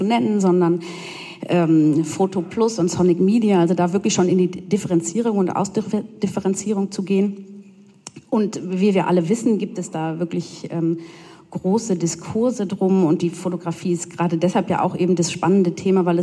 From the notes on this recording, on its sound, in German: Auszüge aus dem Podiumsgespräch. Im Rahmen der »Biennale düsseldorf photo+«.